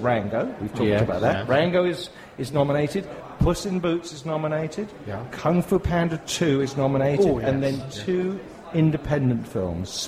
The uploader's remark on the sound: Animex 2012 saw our very first live recording of The Geek Show. This download version saw us interview some amazing people live on the show.